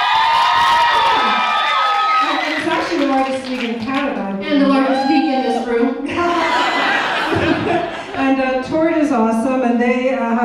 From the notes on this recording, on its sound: Derby Crazy Love Toronto Premiere Q&A. Short Q & A after the film.